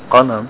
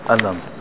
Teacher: sometimes they change the qaf to a hamza. · Shown in: second take